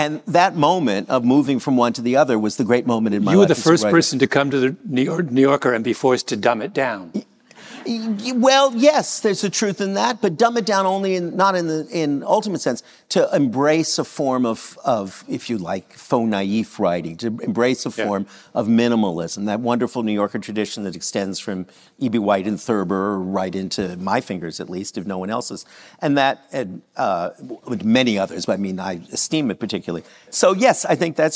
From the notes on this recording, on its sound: In a live conversation taped at the 92nd Street Y in New York City